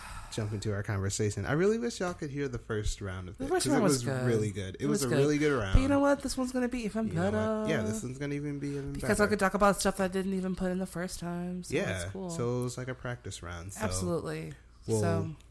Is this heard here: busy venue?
no